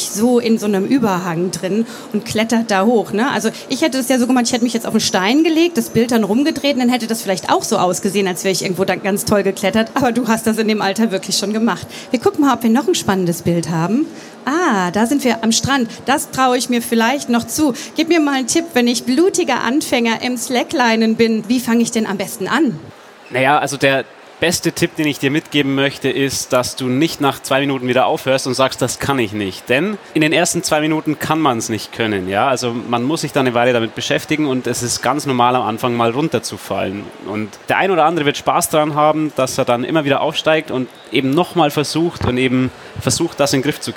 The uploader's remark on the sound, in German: Diesmal live von der Frankfurter Buchmesse.